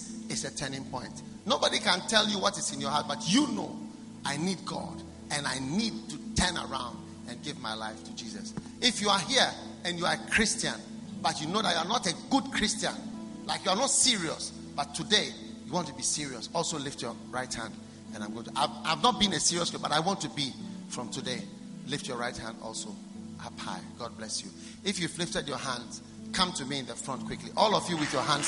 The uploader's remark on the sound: Preached at the First Love Church, Accra.